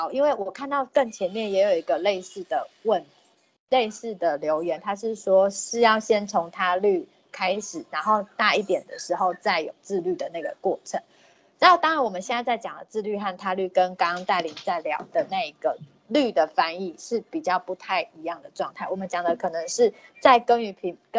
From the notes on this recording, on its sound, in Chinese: 此為線上課程錄音檔